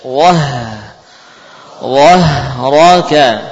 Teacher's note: Yang tebal huruf wa, haknya tidak.